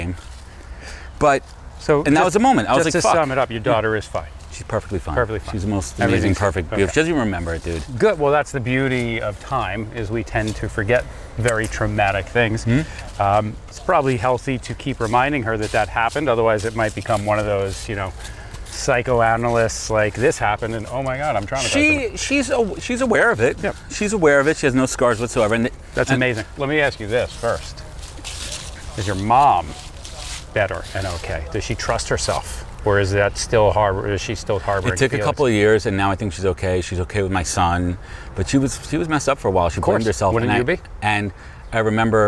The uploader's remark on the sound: I can honestly say that this was my first ever podcast that was recorded while on a 4-mile hike. Hiking a moderate trail on the North Shore of Long Island.